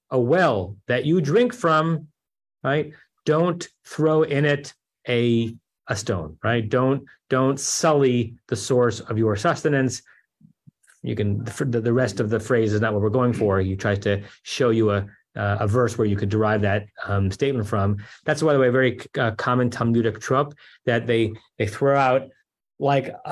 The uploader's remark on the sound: At Temple Beth Am, Los Angeles.